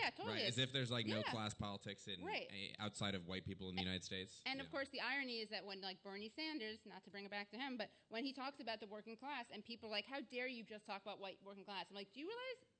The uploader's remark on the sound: This episode is a live taping